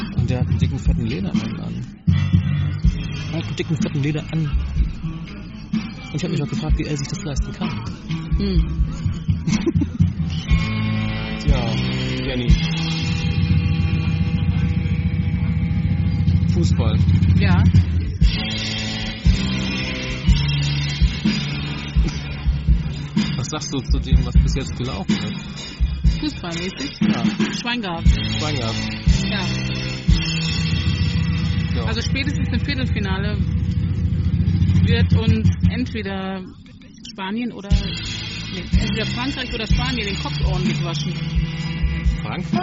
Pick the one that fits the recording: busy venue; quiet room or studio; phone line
busy venue